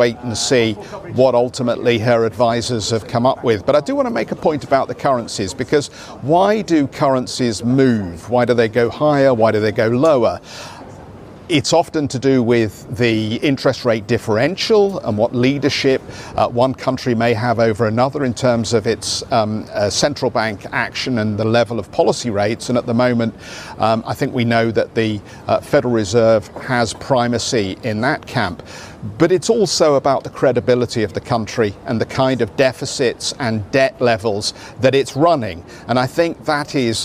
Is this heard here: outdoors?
yes